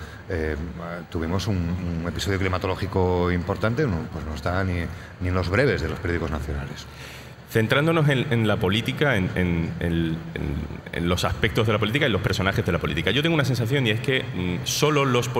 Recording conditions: busy venue